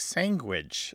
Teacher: What it is they substitute those three sounds with the closest sounds that they have in their native phonetic inventory. And it's what's called a velar nasal stop, which makes the word come out like sanguage